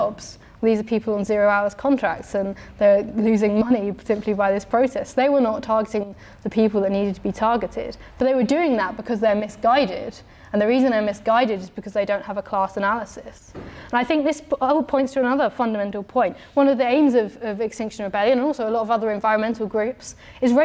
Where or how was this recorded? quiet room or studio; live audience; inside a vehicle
live audience